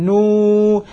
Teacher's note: أعطيت الغنة على النون واستمرت معك على الواو. أيوة، لكن أقول نقول نو نو من هنا، بحيث لو قلت نو ما في ختاف في الصوت مطلق.